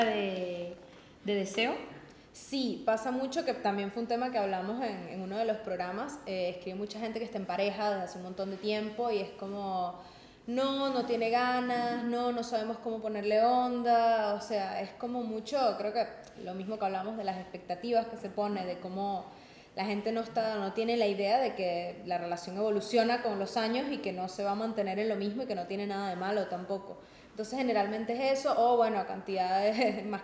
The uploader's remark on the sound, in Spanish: Llegamos al final del año y lo cerramos con público, birra y música en vivo.